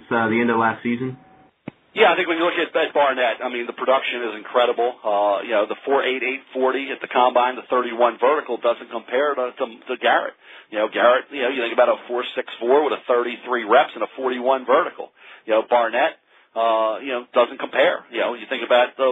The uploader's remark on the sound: NFL Draft Conference Call